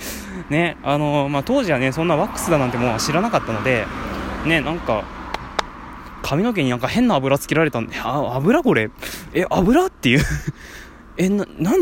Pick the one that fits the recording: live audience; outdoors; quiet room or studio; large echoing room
outdoors